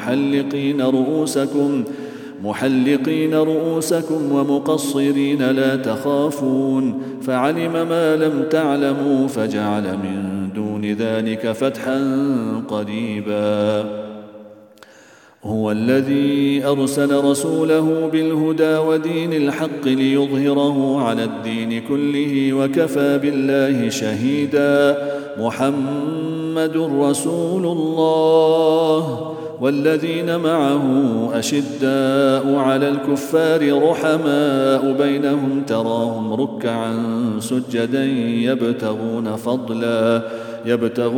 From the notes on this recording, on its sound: At the Houghton Masjid (West Street).